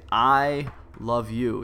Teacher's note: The emphasis is on I, and so you would highlight that out and make that more of the contrasting point, so people could see what voice you were trying to speak in.